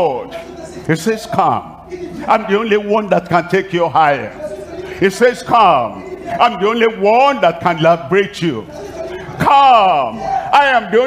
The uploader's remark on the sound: live from Lomé, Togo